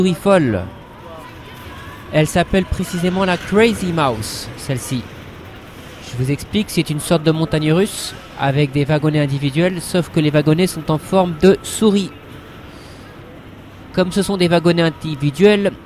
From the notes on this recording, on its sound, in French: On s'est rendu sous la nef du Grand palais dans Paris en ce moment se tient une fête foraine très sympathique du coup, j'ai pensé, que je pourrais vous faire partager le bruit et l'ambiance.